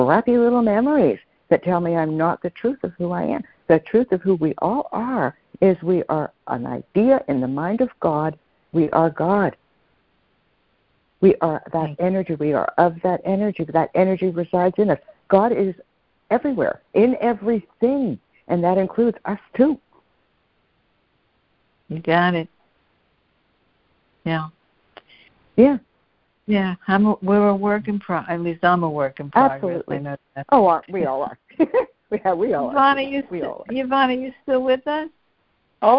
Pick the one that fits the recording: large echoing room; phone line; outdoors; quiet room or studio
phone line